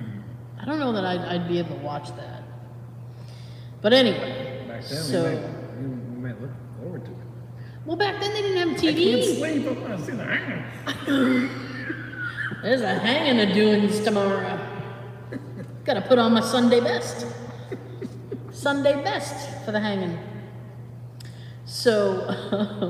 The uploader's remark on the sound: Recorded entirely in the Haunted Town Hall, we try to keep our cool as we hear noises throughout the night.